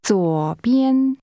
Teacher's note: Is pronounced with falling, rising, and high-level tones.